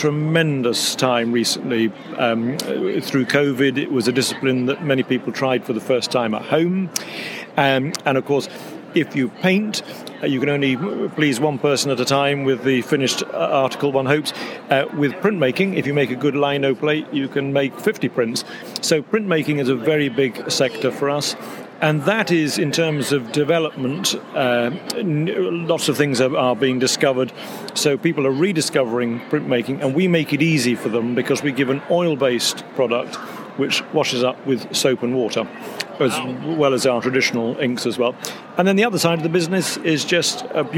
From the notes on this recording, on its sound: NAMTA Trade Show. We are on the trade show floor of the 2023 National Art Materials Trade Association convention.